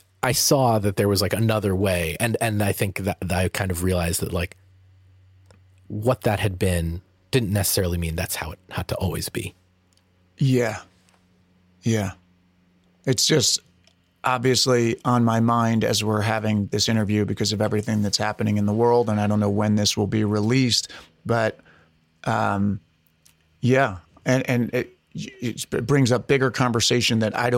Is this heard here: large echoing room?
no